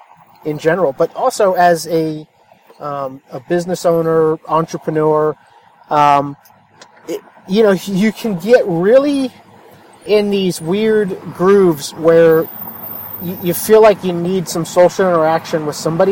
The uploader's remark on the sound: A short podcast I recorded while driving home from a mastermind meeting. I was stuck in traffic and decided to record while the topic was fresh on my mind. The audio might not be great but it is raw and right from the heart.